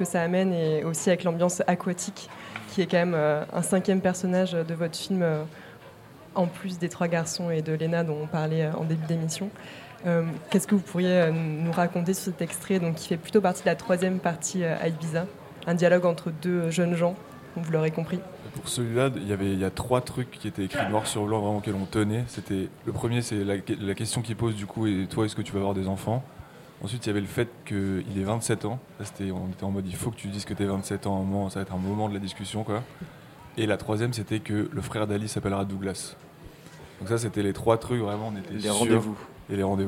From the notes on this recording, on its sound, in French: Premier plateau radio du FID, édition 2022, enregistré mercredi 6 juillet 2022 depuis la brasserie Blum.